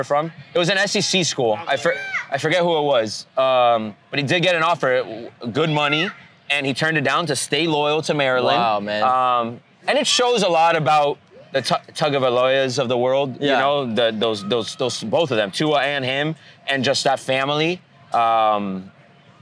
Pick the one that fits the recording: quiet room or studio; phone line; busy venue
busy venue